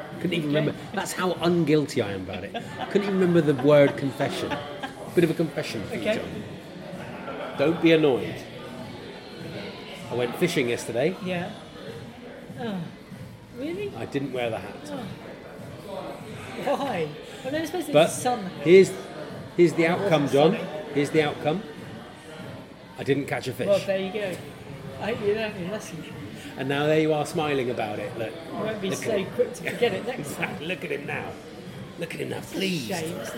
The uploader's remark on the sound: This week comes live from the pub.